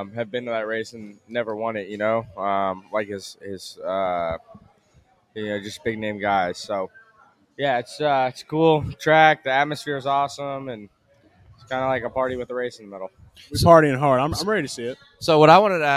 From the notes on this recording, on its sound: LIVE from Hooters in Pensacola Beach, FL